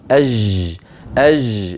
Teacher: الجيم التي تنطقها أنت يا أخي رخوة